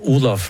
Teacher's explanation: jeg vil jo være Olav med F og tonelag 1, men det hender at det er Olav, og det hender at det også blir Olav med tonelag 2.